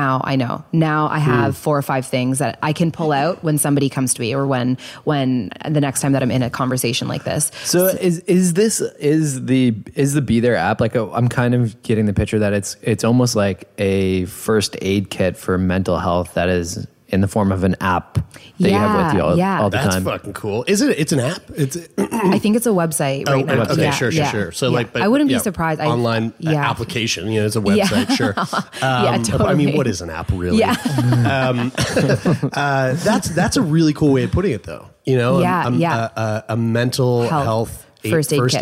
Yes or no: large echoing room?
no